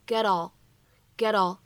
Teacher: 如果你是练美式发音，此时呢，连读之后呢，还会形成一个闪音的处理